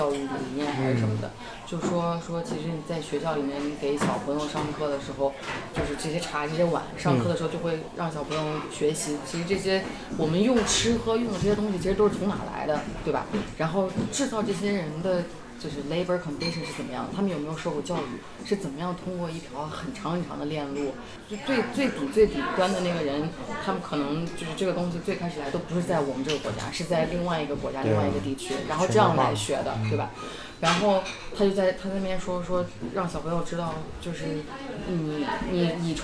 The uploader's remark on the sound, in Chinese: 因为对谈场所是在公共空间，所以杂音较多